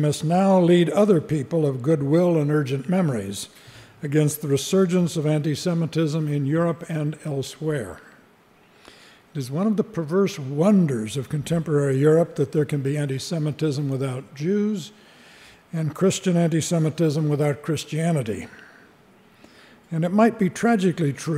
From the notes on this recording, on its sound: at a ceremony in Washington DC